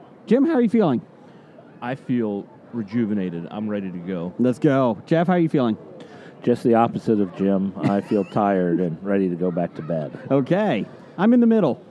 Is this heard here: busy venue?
yes